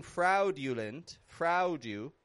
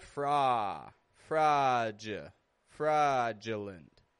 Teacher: A-U in the middle of a word often just gets that ah sound · Shown in: second take